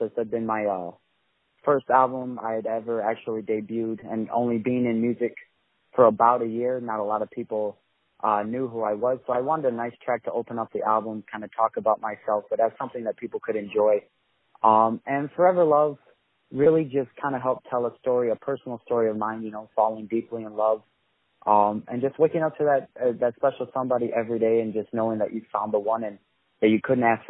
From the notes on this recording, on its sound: On the phone